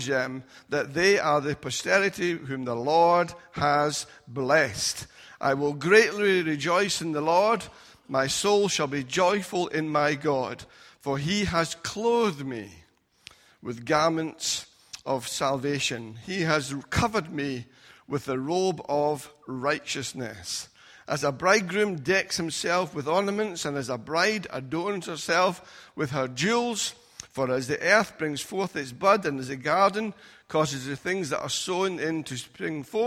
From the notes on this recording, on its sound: Recorded at freedomcentre church, Preston.